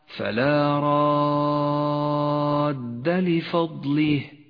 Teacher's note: بعد ذلك المد اللازم الكلمي المثقل في قوله تعالى: فلا راد لفضله، حرف المد وهو الألف جاء بعده حرف مشدد وهو الدال، يمد 6 حركات لزوما